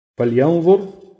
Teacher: الراء هنا مفخمة عشان ساكنة قبلها مضموم